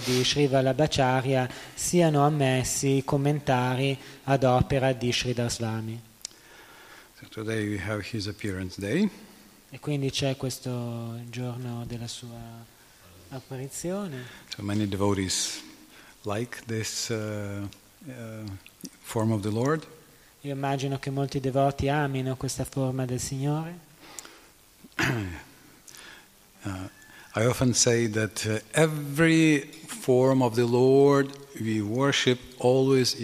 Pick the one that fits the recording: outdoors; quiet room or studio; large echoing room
large echoing room